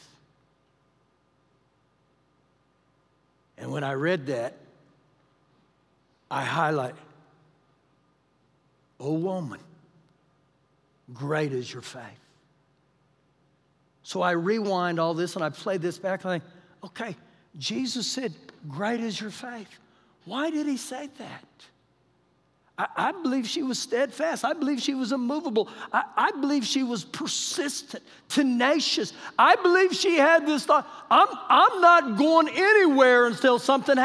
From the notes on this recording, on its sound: Recorded live during our Wednesday night service